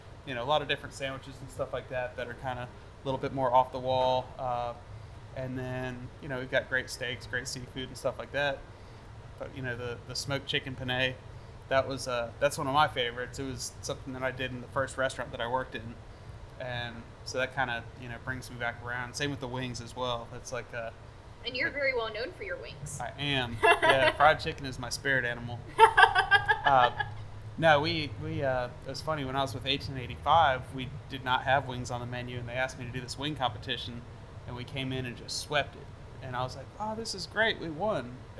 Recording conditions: busy venue